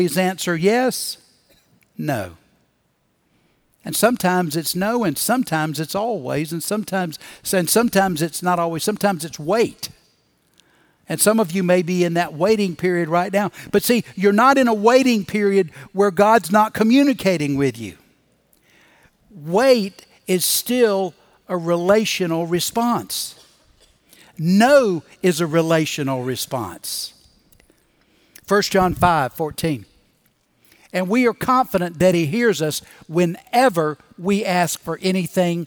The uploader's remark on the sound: Recorded Live at Brookwood Church on 07.09.2023.